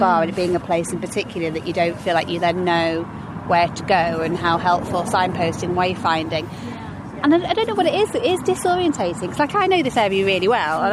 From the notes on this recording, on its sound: We head to Old Trafford on a walkabout workshop with our project partners Open Data Manchester to hear from members of the community about their experiences of walking, wheeling and cycling in the local area.